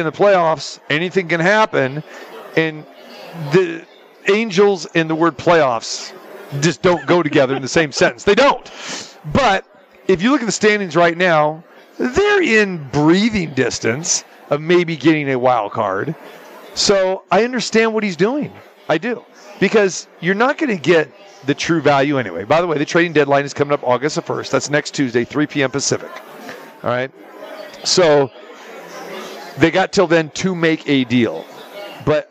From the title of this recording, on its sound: Live from the Super Book at the Westgate Las Vegas